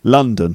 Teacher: But there is a stressed syllable in London. It's the first syllable, London.